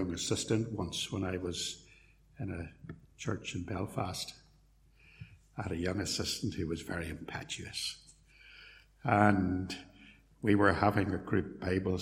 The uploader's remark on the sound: Sermon preached at Templepatrick Reformed Church